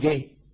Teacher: حرف القاف أيضا إخواننا باليمن يلفظونه جي